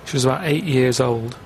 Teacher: he doesn't really pronounce the t part, so it's 80